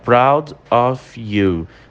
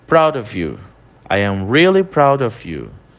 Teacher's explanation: Repara que nessa frase, quando a gente fala pausadamente, a gente fala proud of you. Mas quando a gente vai falar no rápido, como um nativo, vira quase um único som. · Shown in: second take